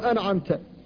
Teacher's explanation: وكذلك أنعمت، فالنون هنا ساكنة وقبلها حرف حلق وبعدها حرف حلق، فنورا لخفائها هي، فهي في آخر الحروف في طرف اللسان، وحروف الحلق من أولها، فتنطق أولا بالهمزة من أول من الحلق، ثم تذهب إلى طرف اللسان فتنطق بالنون، ثم ترجع إلى الحلق لتنطق بالعين. فلا بد من التنبيه على إظهار النون الساكنة ومن غير قلقلة أيضا، فتقول أنعمت.